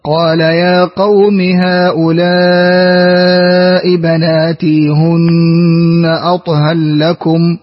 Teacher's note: نعطف السوسي بالإدغام إدغام الراء في اللام